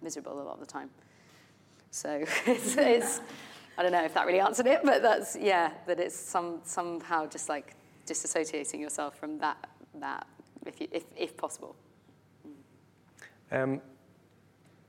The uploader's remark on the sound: LIVE recording. Hosted by the West and South West London branch of Equity, and recorded live at the New Diorama, celebrating TUC Young Workers Month.